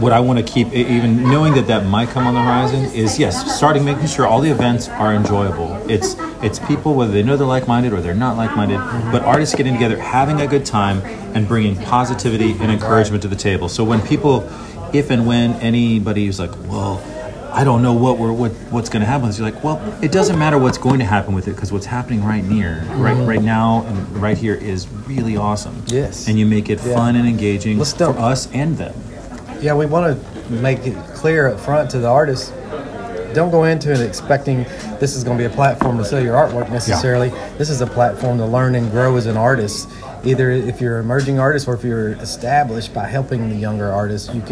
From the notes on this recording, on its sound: Recorded at Gabby’s in Wedgewood Houston area of Nashville